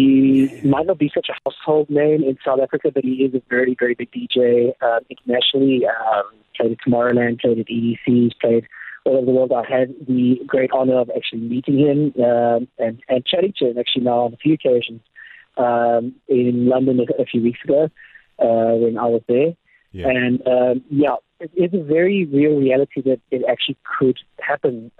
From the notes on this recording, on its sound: caught up with him via the phone lines